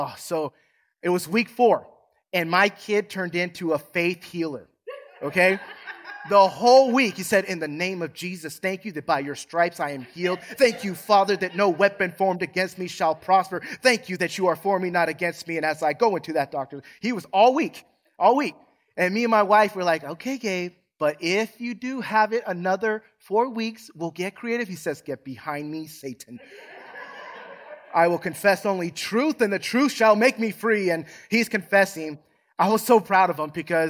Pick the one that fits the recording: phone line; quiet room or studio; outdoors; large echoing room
large echoing room